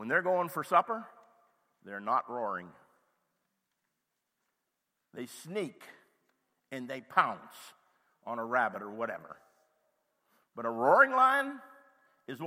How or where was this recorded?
large echoing room